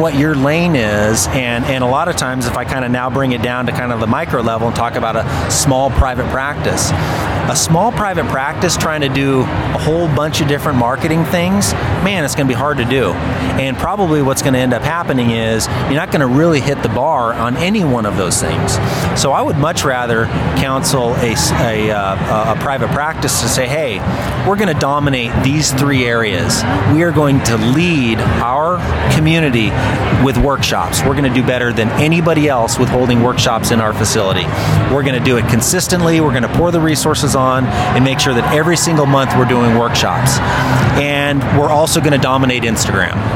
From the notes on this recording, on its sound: LIVE from the APTA Combined Sections Meeting in Denver, Colorado. Today, as you can probably hear in the background, it's a little bit louder than it normally is and that's because I am recording this live at the American physical therapy associations combined sections meeting in Denver, Colorado, which has about 15,000 plus people and I am currently in the exhibit hall.